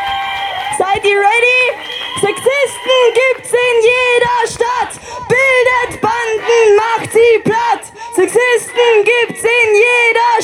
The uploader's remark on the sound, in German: Kundgebung vor …-Konzert in Wien. Rund 1200–1800 Personen demonstrieren in Wien vor dem …-Konzert gegen sexualisierte Gewalt. Unbearbeitete Aufnahme der Reden auf der Kundgebung (aus urheberrechtlichen Gründen ohne Musikbeiträge).